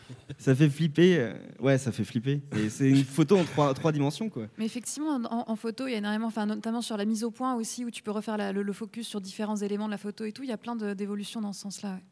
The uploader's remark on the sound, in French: Table ronde Les nouvelles expériences du jeu vidéo, enregistrée lors de la première édition du festival Geek & Game à Paris.